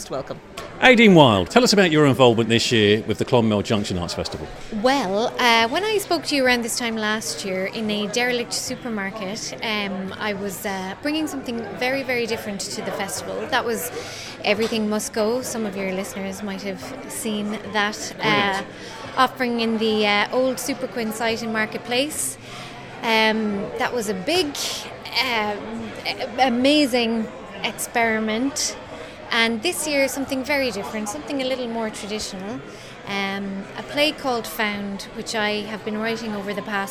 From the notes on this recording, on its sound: I went along to Mulcahy's Bar in town to the launch of this years Clonmel Junction Arts Festival to find out what's in store and talk to some of the people involved.